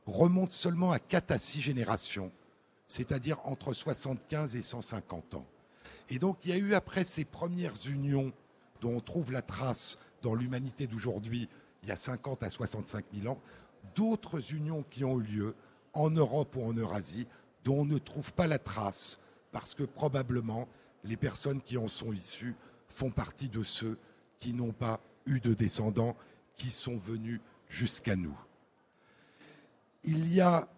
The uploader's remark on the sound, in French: en direct à Livre Paris